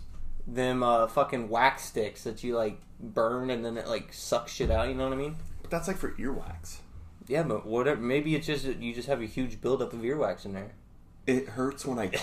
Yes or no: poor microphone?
yes